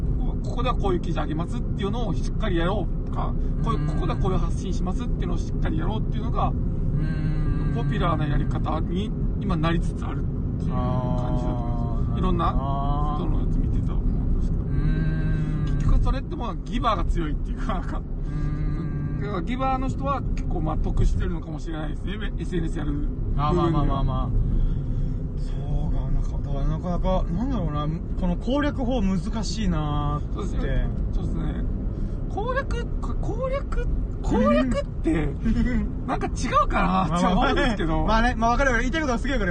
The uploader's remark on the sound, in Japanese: ダラダラドライブトーク。コラボ収録。